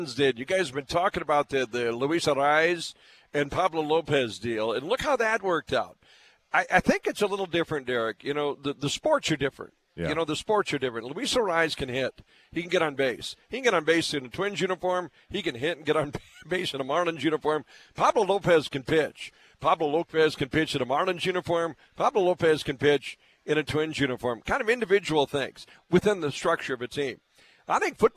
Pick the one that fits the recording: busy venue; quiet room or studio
busy venue